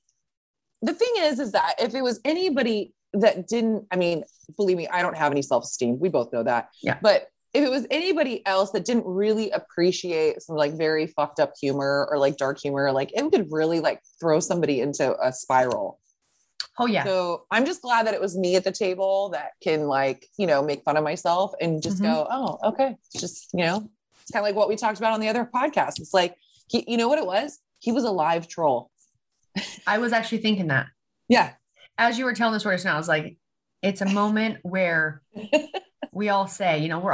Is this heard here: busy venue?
no